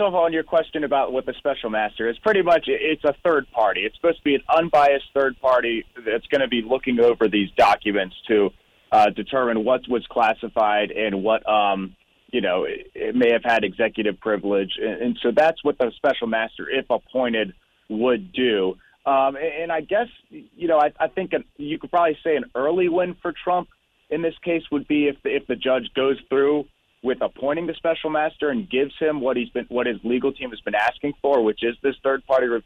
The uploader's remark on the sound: Calls in from Washington.